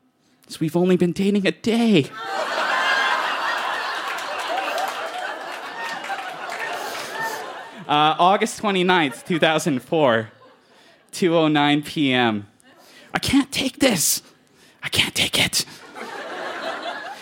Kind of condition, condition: setting, busy venue